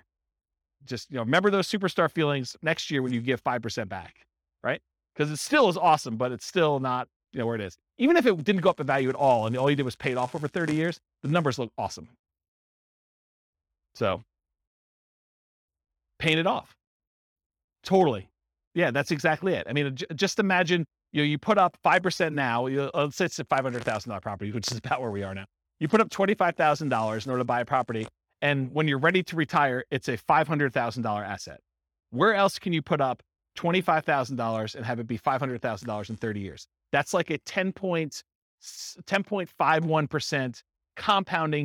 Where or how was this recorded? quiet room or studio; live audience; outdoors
live audience